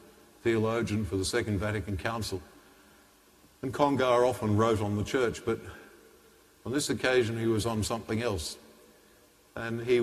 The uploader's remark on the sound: The homily from Sacred Heart Cathedral, Hamilton